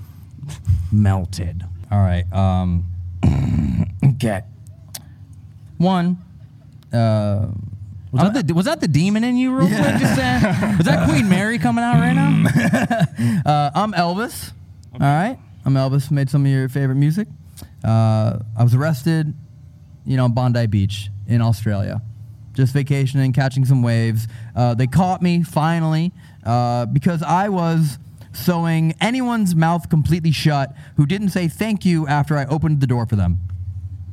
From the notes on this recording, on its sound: (01:18) Live Show Start. This episode was filmed in front of a live audience at the haunted Old Joliet Prison in Joliet, IL.